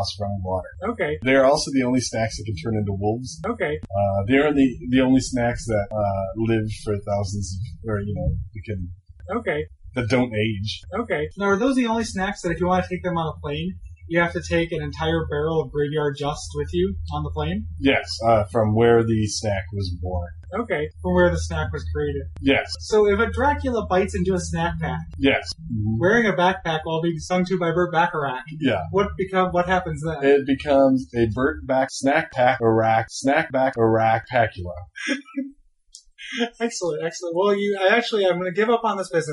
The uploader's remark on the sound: Apologies for the sound quality.